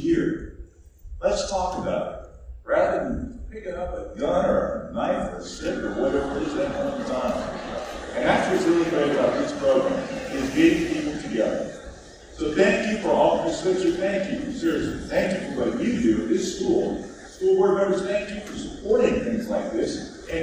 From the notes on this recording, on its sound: Live from Pompano Beach High School International Summit 2023. This week's episode was recorded at Pompano Beach High School International Summit and is made up of many different small interviews.